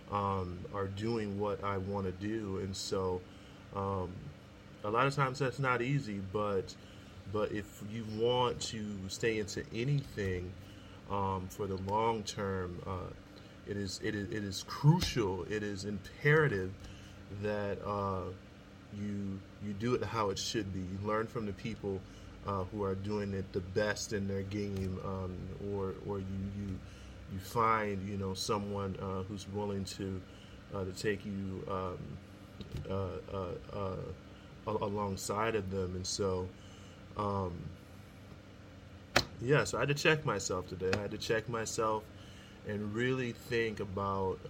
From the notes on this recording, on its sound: sorry about the background noise